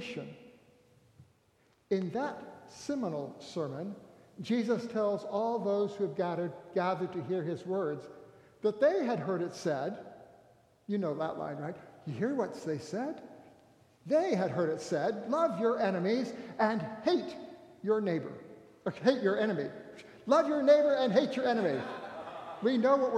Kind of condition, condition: setting, live audience